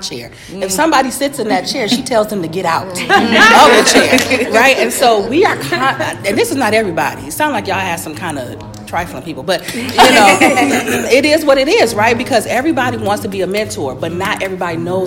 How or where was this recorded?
live audience